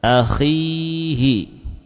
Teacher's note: saat di kasrah tetap ada tafkhim namun sangat singkat